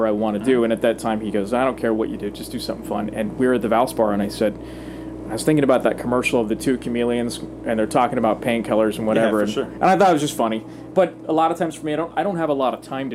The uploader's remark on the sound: on location at The Player's Championship